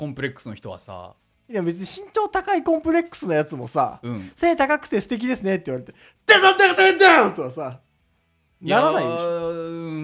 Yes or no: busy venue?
no